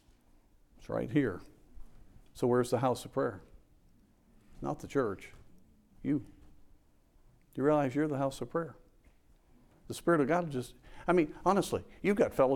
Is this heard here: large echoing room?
yes